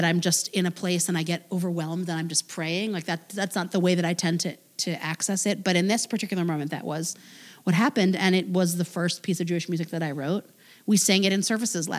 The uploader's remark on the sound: At TI Crosstown during her visit to Memphis. Recorded in front of a live audience.